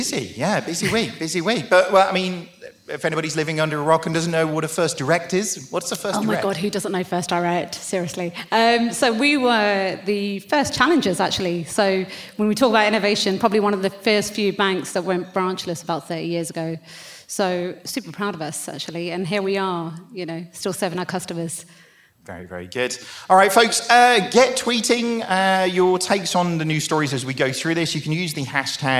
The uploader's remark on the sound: Live on stage at our recent After Dark: London Calling event, in association with GPS.